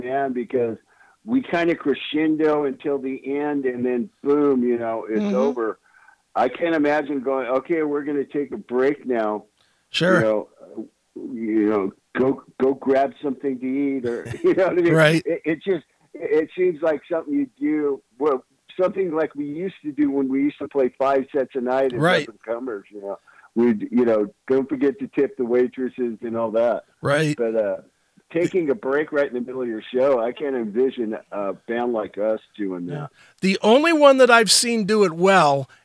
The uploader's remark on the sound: called